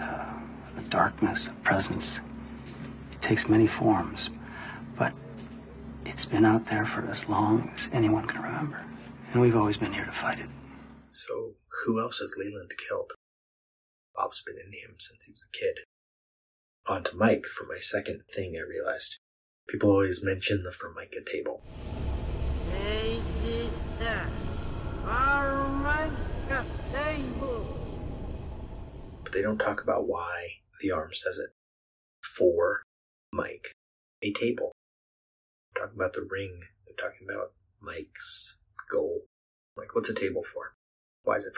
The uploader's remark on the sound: audio will usually be better than this episode's, but i went to record and realized i'd misplaced my lavalier mic that i used to use to record video upstairs